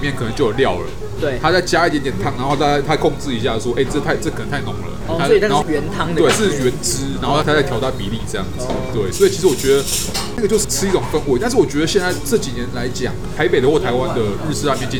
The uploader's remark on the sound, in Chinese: 本集白噪音指數：柔風級 3/5。錄音地點：小川拉麵台灣分店。